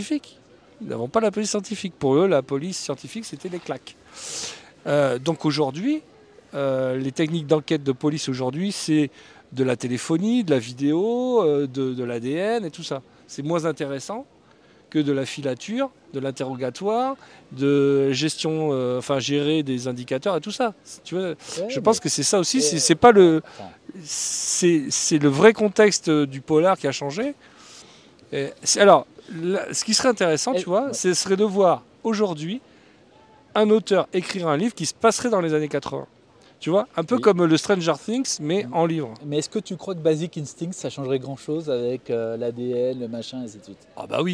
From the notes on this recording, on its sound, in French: Cet épisode a été enregistré au Jardin du Luxembourg à Paris. Micros Rode Wireless Go II et application Rode Connect (Mac OS).